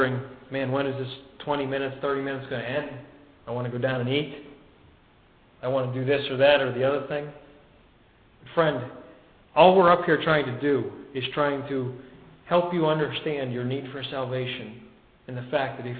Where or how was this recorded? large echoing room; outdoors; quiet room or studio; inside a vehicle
large echoing room